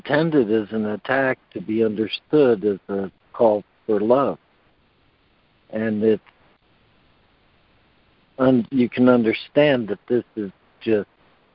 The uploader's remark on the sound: ACIM Daily Conference Call